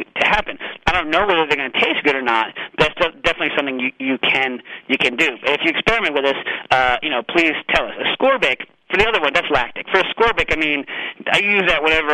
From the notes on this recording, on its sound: This week’s holiday episode of Cooking Issues is hosted remotely by phone.